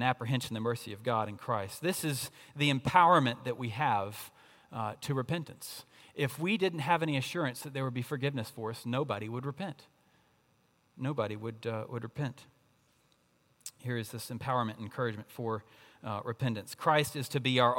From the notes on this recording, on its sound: At Redeemer Presbyterian Church in Charleston, SC